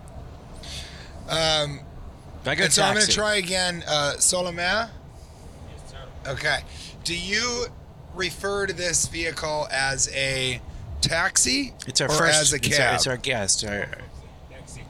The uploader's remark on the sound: Recorded in a Taxi on the way to equine adventure